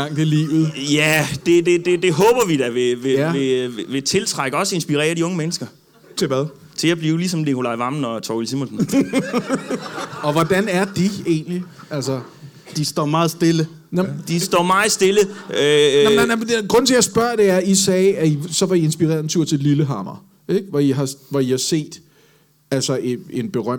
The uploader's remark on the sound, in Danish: LIVE fra Comedy Zoo Aarhus